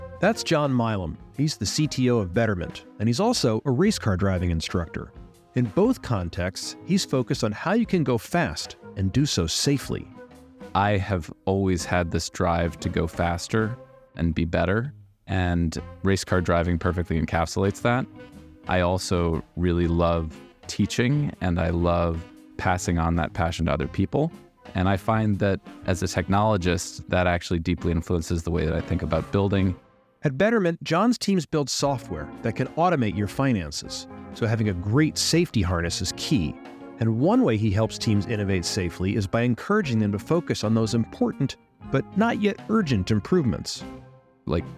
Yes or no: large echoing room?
no